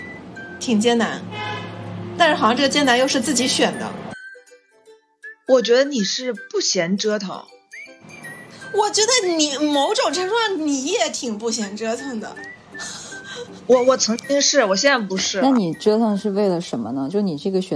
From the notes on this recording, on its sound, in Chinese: 有些杂音 有些口癖。有些信号干扰 有些手忙脚乱。